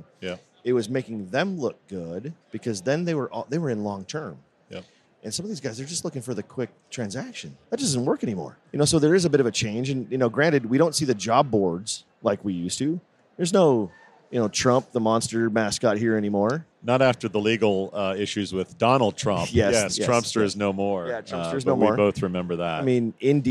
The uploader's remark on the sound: Recorded at SHRM